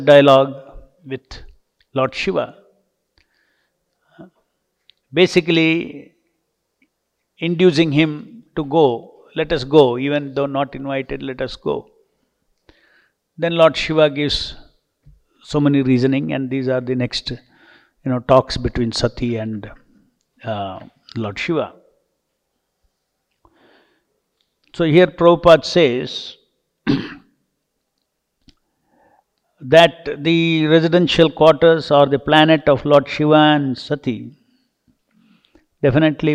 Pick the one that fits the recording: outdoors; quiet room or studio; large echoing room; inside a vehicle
large echoing room